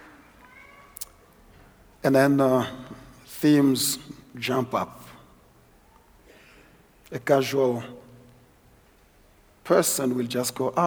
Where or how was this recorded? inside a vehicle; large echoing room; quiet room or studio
large echoing room